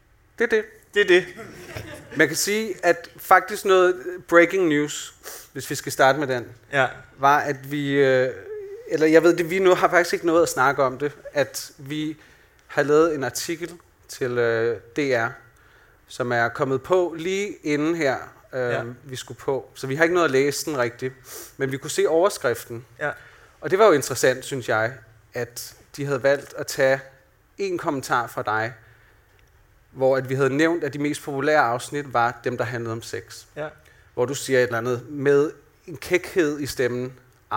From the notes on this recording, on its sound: LIVE fra Podcast Festival. Vi går LIVE for første gang på Hotel Cecil.